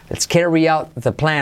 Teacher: La T de out casi no se dice.